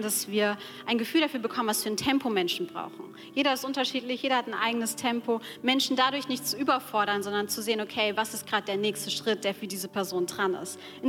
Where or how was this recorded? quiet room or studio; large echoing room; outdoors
large echoing room